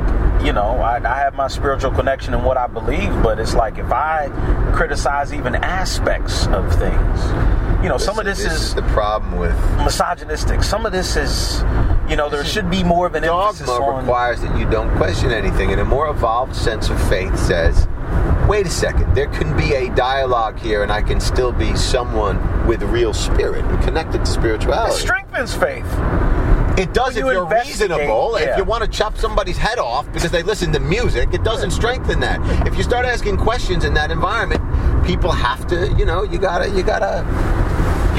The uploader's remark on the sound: Dropped him off to catch his train on the way out of town. In the car on the way, this conversation took place.